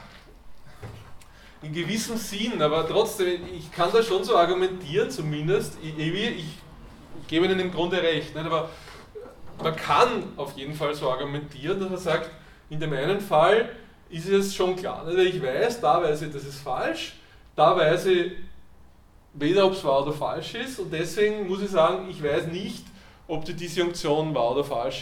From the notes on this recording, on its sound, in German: Diese Vorlesung wurde von Studierenden aufgenommen